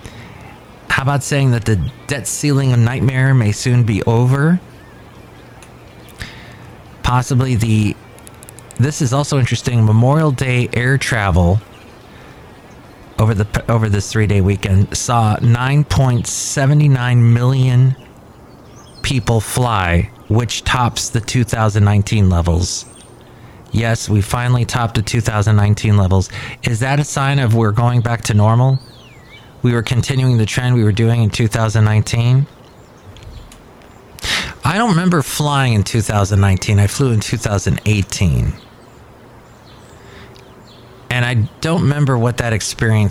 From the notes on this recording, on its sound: podcasts live from Café Anyway